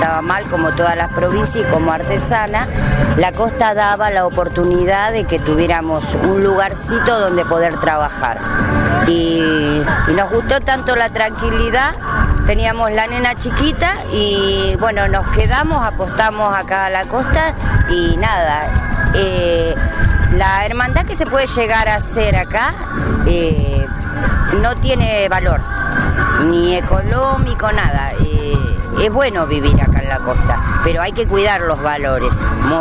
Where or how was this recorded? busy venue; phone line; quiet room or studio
busy venue